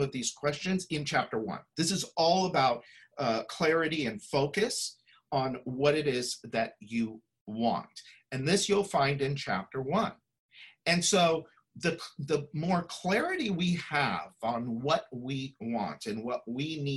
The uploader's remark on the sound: Listen to this replay of the LIVE webinar.